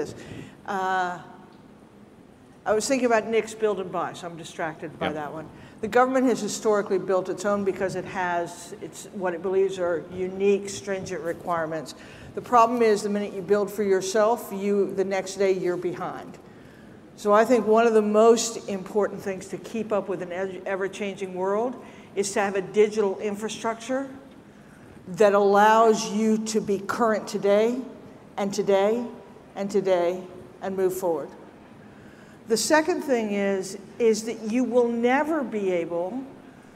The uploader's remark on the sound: ServiceNow Federal Forum 2023: Keynote